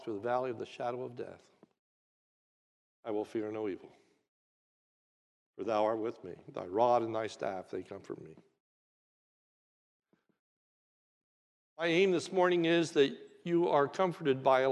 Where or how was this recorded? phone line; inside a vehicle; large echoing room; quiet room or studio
large echoing room